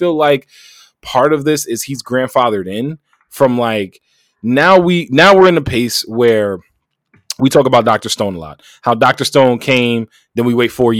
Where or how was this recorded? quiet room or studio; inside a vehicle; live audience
quiet room or studio